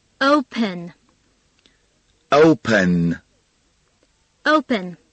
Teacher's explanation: 再次强调，后面的 N 是要发出来的，是 open